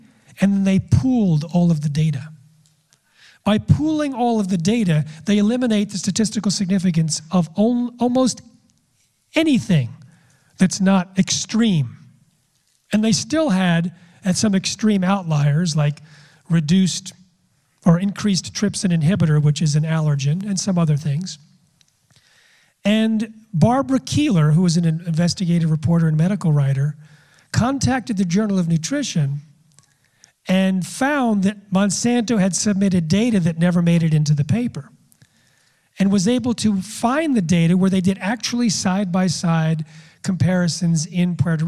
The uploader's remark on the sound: speaks at a Real Truth About Health live conference